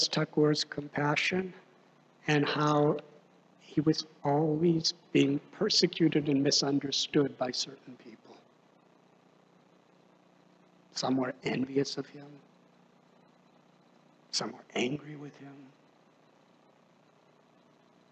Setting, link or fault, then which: setting, large echoing room